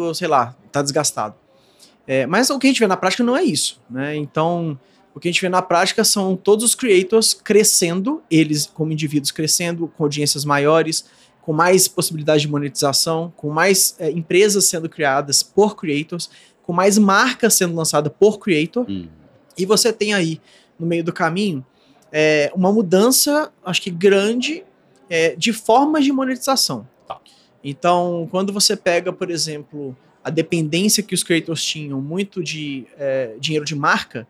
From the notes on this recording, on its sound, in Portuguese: Nesta conversa gravada durante o Gramado Summit 2023. Nesta conversa gravada durante o Gramado Summit 2023.